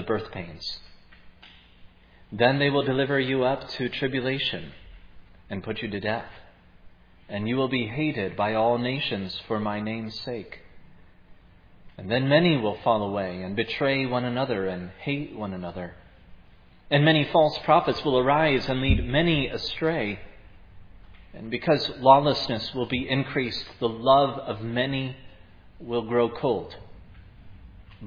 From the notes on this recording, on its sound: was preached at Providence Church